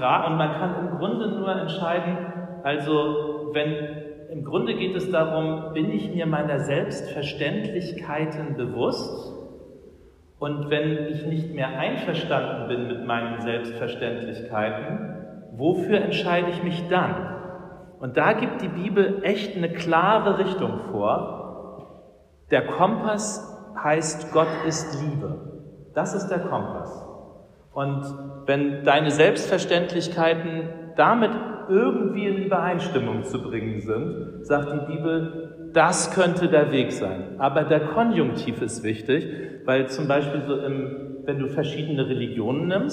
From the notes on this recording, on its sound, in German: Der Podcast ist eine Aufnahme aus einem Gottesdienst.